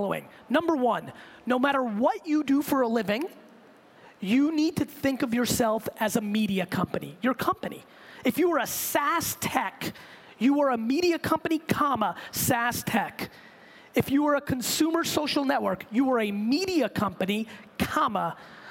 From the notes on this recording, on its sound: I gave this keynote to the Rise conference in Hong Kong last week, for a group of entrepreneurs